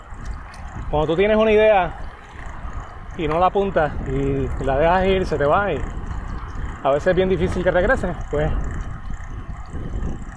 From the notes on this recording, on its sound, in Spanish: iba corriendo bicicleta, esquivando camiones